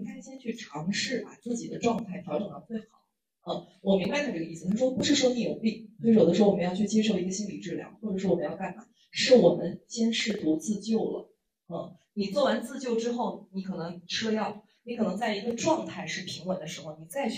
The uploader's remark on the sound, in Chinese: 我们在线下举办的一次读书分享会。由于现场收声，所以音频的音质有些受损。